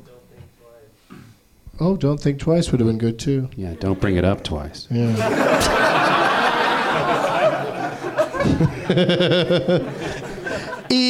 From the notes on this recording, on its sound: Live from the NerdMelt Showroom in LA